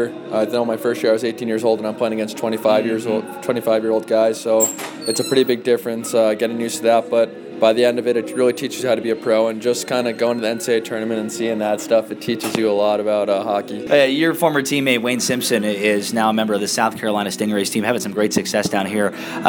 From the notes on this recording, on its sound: Intermission Interview. Between periods at North Charleston Coliseum.